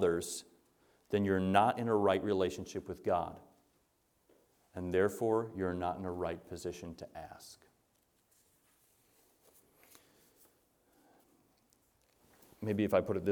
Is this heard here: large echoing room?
yes